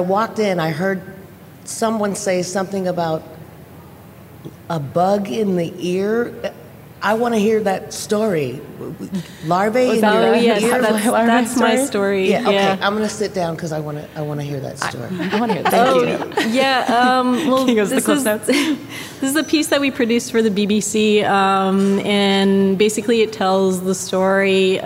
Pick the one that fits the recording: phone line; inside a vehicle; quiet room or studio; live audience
live audience